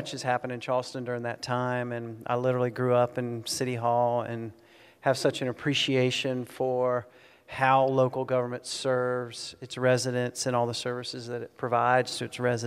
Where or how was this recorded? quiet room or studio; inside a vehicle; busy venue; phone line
busy venue